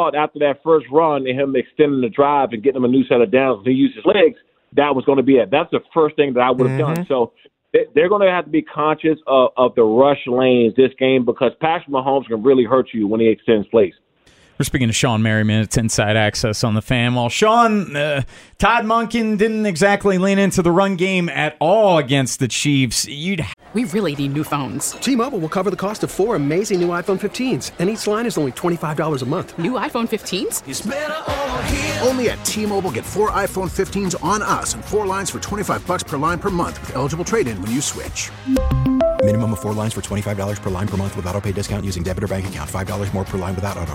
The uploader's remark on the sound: live from Super Bowl Radio Row in Vegas